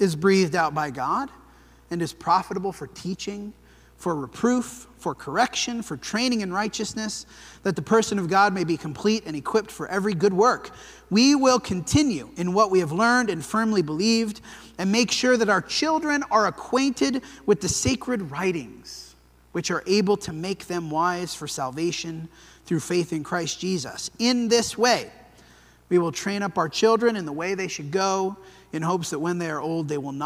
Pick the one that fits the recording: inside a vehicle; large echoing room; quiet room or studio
large echoing room